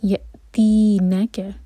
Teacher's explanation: یا پر cut off sound لیکن جھٹکا نہیں ہونا چاہیے قلقلہ نہیں ہوگا بس کٹ آف ساؤنڈ. یأتینک اور اسٹریچ کے بعد جو لیٹر آتا ہے اس پر زور دیا جاتا ہے تو یہاں پر نون پر زور دیں گے.